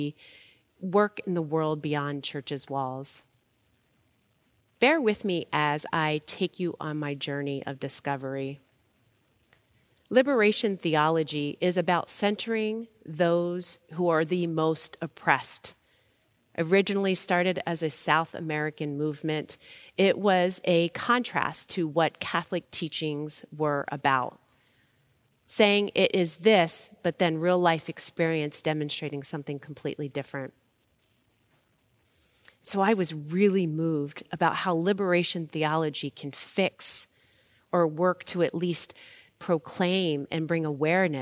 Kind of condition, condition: setting, large echoing room